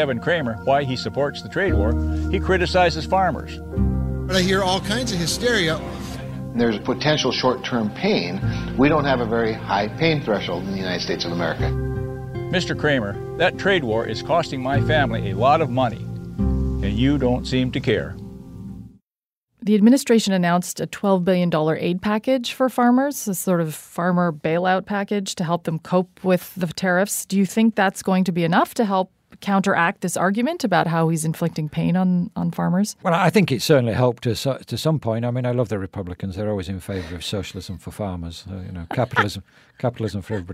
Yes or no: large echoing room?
no